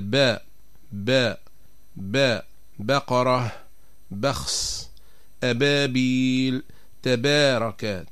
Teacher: فتخرج من بين الشفتين بانطباقهما انطباقا أقوى بدون اشتراك الخيشوم · Term: حرف الباء